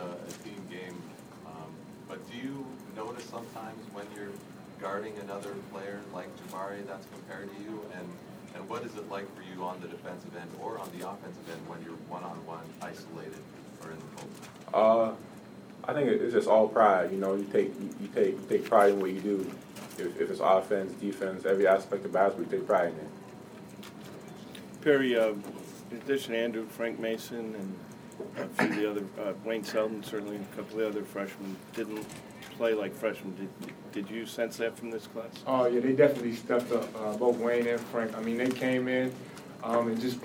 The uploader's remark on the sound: Press Conferences & Post-Game Interviews